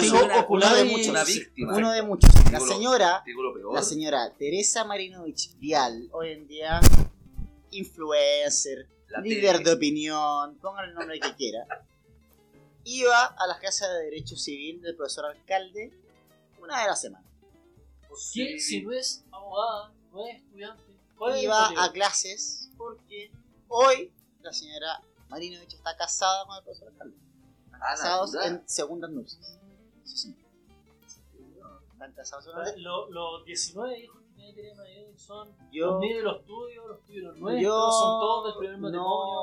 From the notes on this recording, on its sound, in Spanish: Es por ello que perdimos el fin de semana aprendiendo a remasterizar el episodio piloto. Bajamos el db general del audio, para quienes quieren conservar la audición, eliminamos en lo posible algunos ruidos molestos y agregamos una sensual música de ascensor de fondo para ocultar la precariedad del audio.